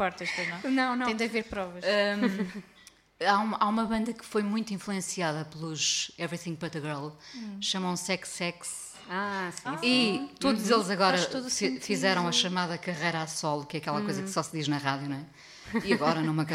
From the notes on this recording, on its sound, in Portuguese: em mais um episódio do Salt Peanuts ao vivo na Chasing Rabbits